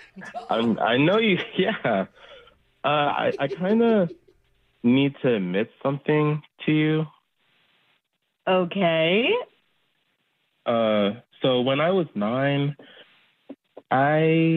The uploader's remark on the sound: Awkward Tuesday Phone call